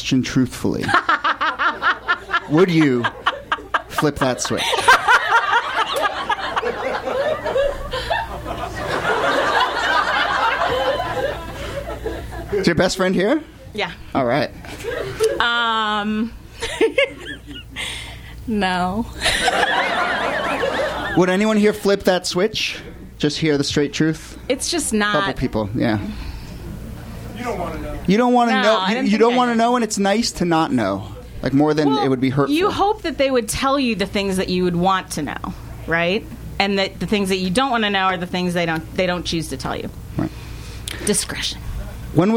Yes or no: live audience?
yes